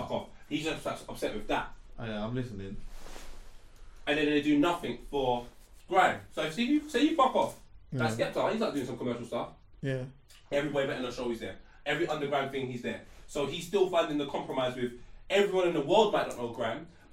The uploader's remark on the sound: mic is low in the beginning because we wasn't aware the mics was on yet.